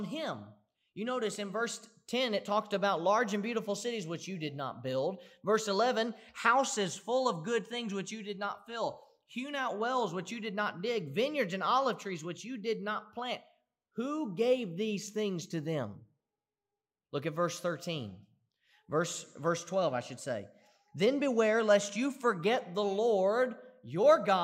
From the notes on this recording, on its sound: Preached at the Somerville Church of Christ in Somerville, TN on Sunday, August 30, 2018.